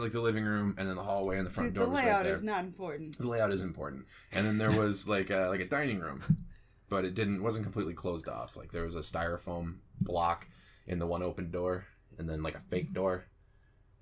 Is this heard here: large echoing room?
no